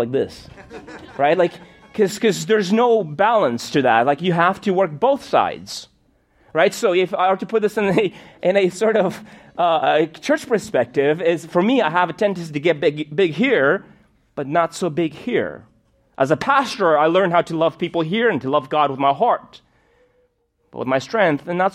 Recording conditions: large echoing room